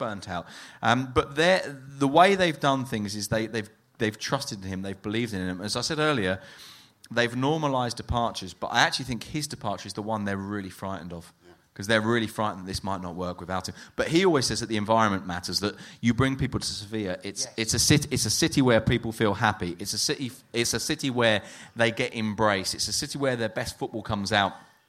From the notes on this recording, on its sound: La Liga Live At The Sugar Club, Dublin.